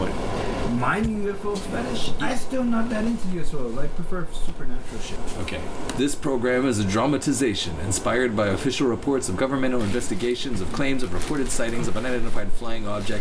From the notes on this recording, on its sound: There are some audio issues